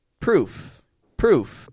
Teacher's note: When words end in F, proof, proof. The vowel, ooh, is real short